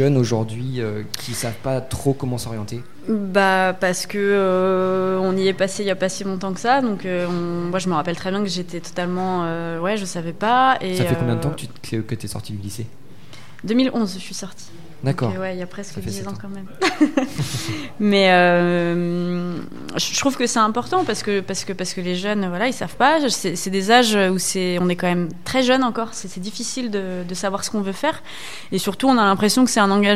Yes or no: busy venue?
yes